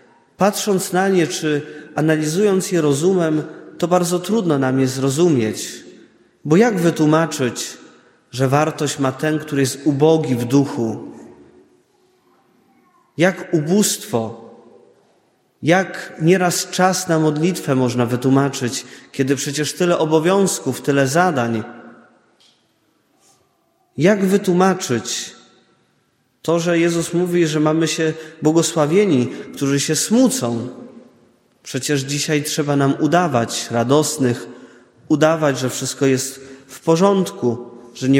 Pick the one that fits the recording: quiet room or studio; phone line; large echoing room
large echoing room